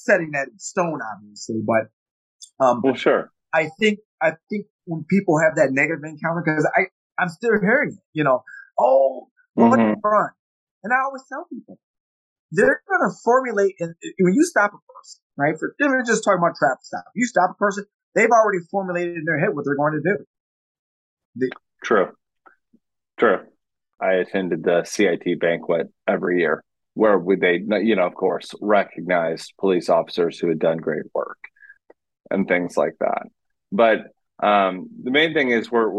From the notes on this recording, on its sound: Apologies in advance for our sound quality